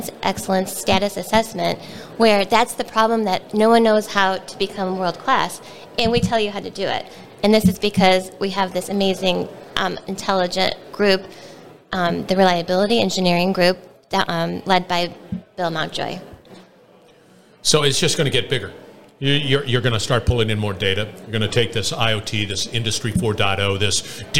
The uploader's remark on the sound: we're onsite at the 30th Annual SMRP conference